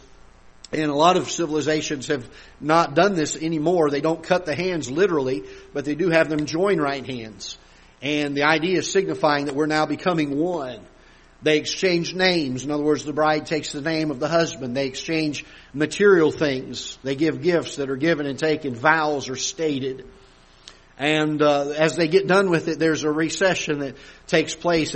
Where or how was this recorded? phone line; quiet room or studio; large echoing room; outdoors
large echoing room